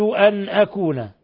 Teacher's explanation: نون ساكنة جاء بعدها الهمزة إظهار حلقي